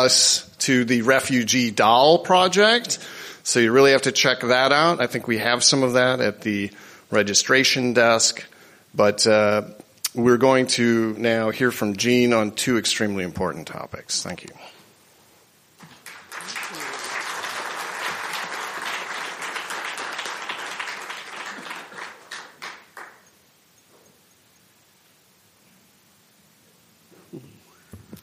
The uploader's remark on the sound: The following is a presentation made at the 2022 Transcending the Israel lobby at Home & Abroad conference held on March 4 at the National Press Club.